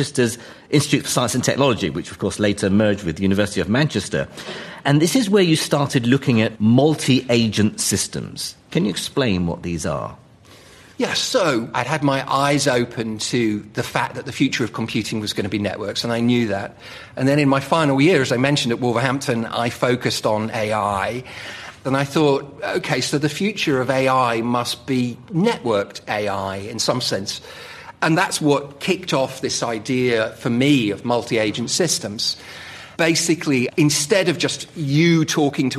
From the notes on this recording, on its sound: Recorded in front of an audience at London's Royal Institution (RI).